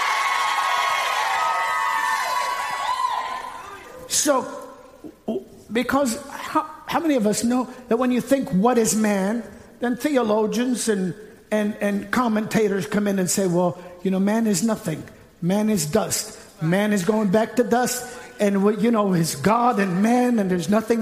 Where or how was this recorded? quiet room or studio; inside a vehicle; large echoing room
large echoing room